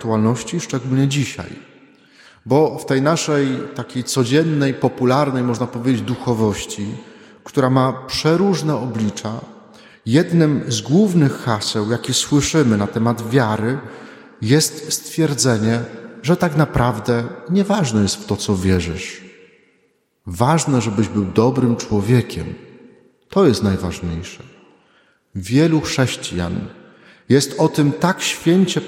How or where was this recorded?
large echoing room